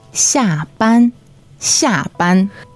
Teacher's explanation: XIA fourth tone, BAN first tone